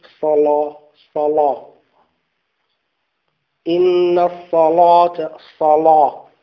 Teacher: في من غلظ اللام كورش